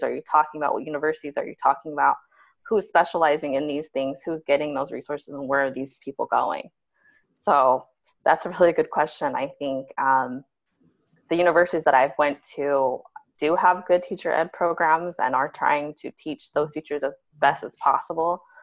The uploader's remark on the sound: On this episode, I Zoom